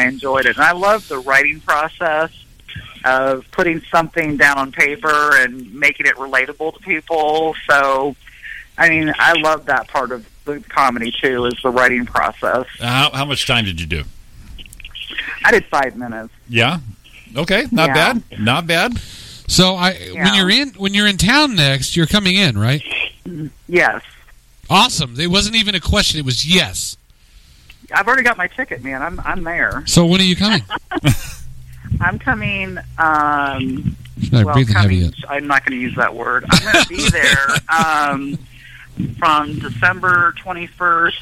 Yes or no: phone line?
yes